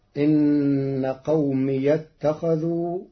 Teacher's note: إن قومي اتخذوا بفتح ياء الإضافة وصلا في كلمة قومي